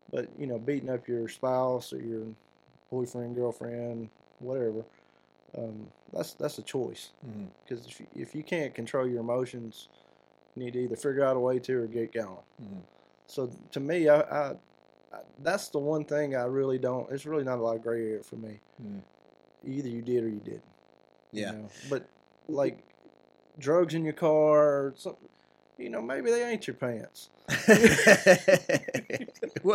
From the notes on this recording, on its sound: We had technical issues with our soundboard during this episode that we didn't notice during recording. As a result this episode features a static sound throughout. We have corrected the issue by replacing our soundboard.